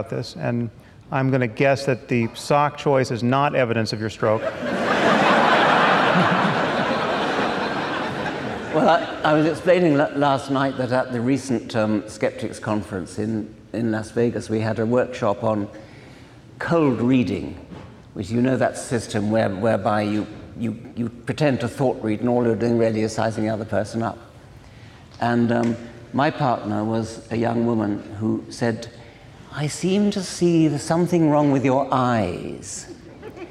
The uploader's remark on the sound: at a live event in Los Angeles (second of two).